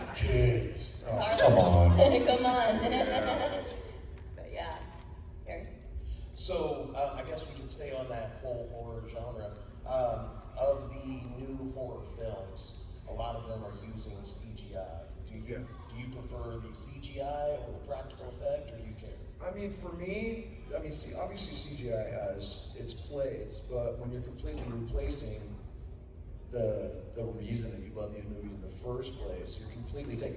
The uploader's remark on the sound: recorded at Days of the Dead Atlanta (February 25, 2022)